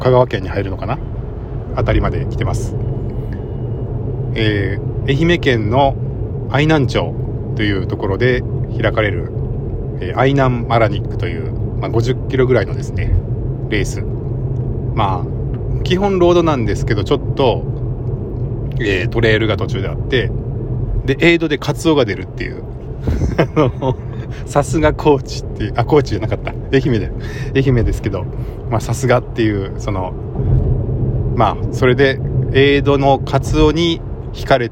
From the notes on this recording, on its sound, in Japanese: 8/26 朝のドライブ（録り直し）